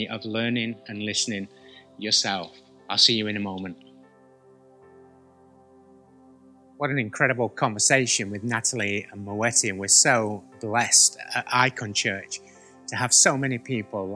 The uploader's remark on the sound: Recorded at the Chesterfield Campus this is the message from the service broadcast on the 5th July 2020.